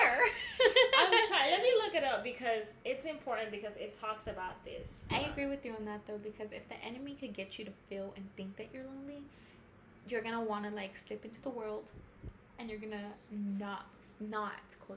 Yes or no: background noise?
yes